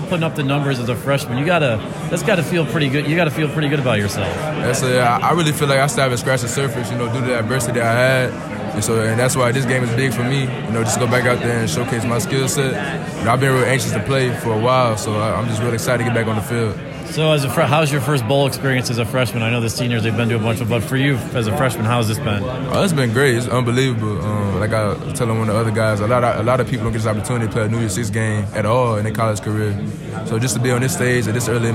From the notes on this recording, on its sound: Went to Cotton Bowl Media Day and got a handful of interviews with Penn State and Memphis players.